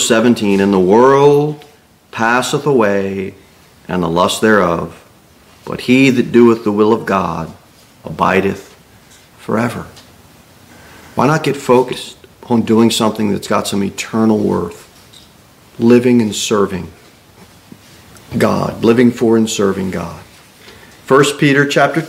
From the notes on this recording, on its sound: Sermon delivered at Pilgrim Baptist Church on Sunday, January 21, 2024